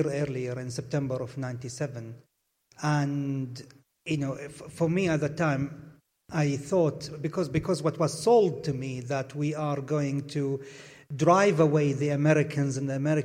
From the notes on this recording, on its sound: Blethered Live at SWG3 in Glasgow